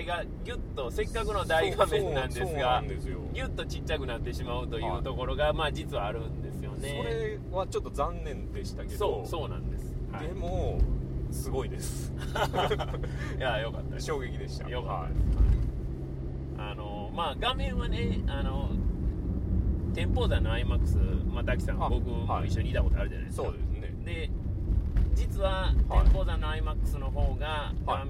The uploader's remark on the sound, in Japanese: 帰路車中で録音しておりますので、。一回表より雑音を多く拾っており。